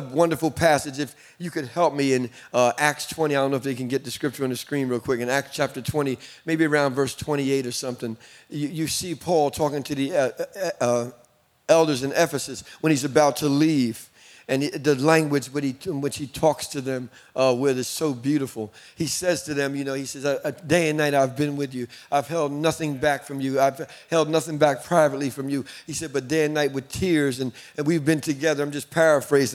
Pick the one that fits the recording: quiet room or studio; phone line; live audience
live audience